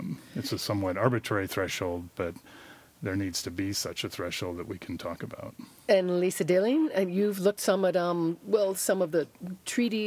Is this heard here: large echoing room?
no